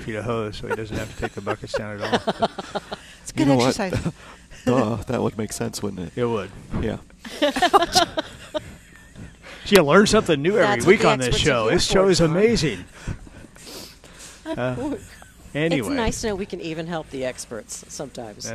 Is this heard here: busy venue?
yes